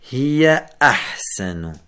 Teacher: هي أحسن، لا نقول هي أحسن، يجب أن نأتي بنبرة الهمزة ونقطع الهمزة لأنها همزة قطع